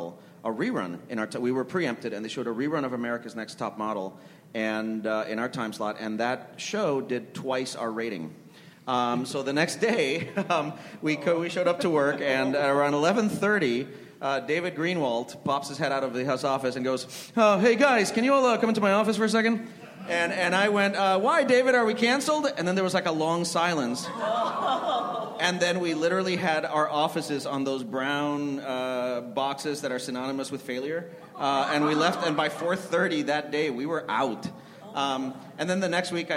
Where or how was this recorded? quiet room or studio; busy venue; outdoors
busy venue